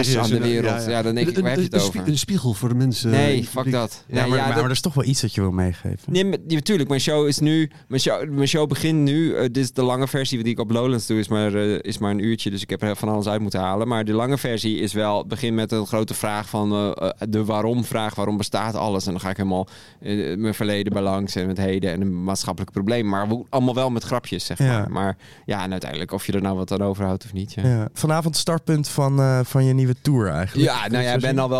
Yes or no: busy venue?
yes